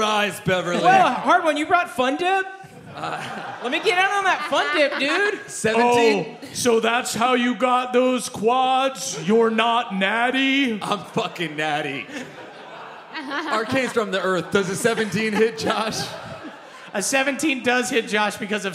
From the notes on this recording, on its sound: NaDDPod Live in Seattle. In our first ever live show!